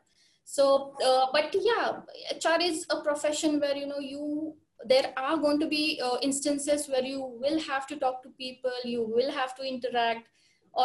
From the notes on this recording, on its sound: Mitti ke Rang brings to you a series of interactive session over zoom.